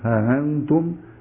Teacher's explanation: حذف الالف التي بعد الهاء وتسهيل همزه انتم ها انتم، الوجه الثاني حذف الالف الذي بعد الهاء وابدال الهمزه